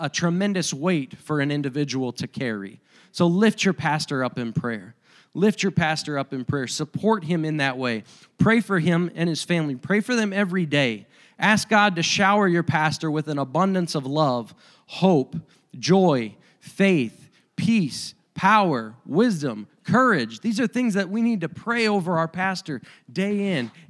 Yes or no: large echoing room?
yes